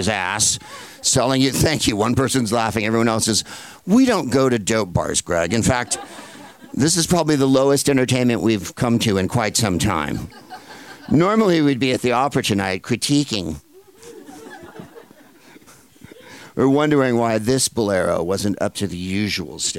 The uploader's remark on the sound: Live from Shakespeare and Company in Paris